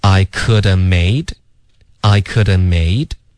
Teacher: could 跟 have 我们就发 could have 结尾的 v 也省略